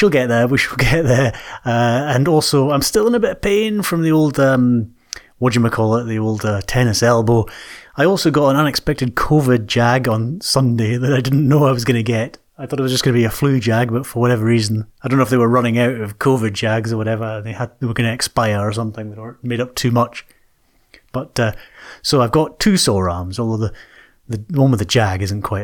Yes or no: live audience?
no